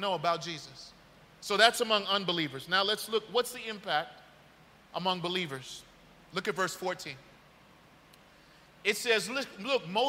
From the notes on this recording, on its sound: This message was delivered on January 1st 2023 at New City Fellowship West End in St. Louis, MO.